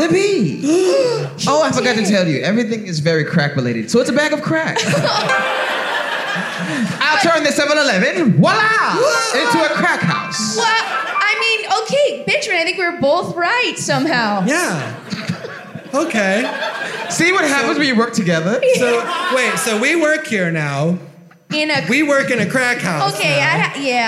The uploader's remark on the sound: live from the Moontower Comedy Festival